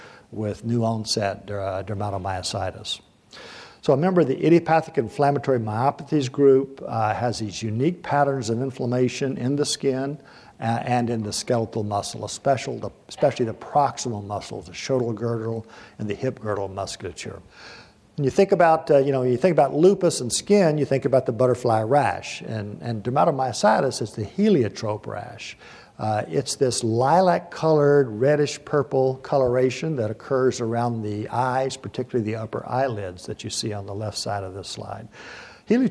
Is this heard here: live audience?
yes